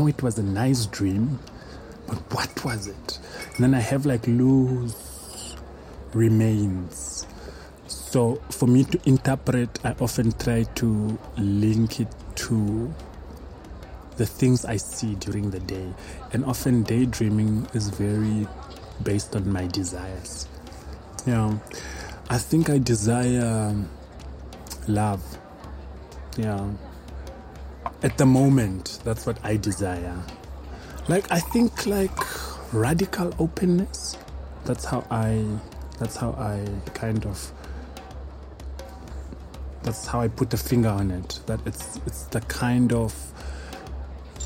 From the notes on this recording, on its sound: Recorded at Spielart Festival, 2019, Munich (DE)